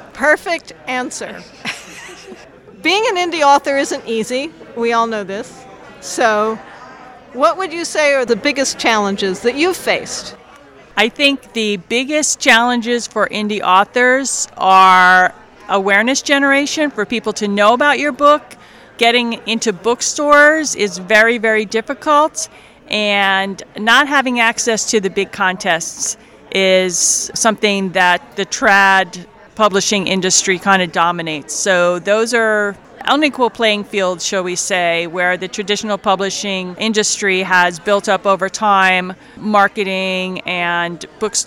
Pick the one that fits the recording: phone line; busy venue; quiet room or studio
busy venue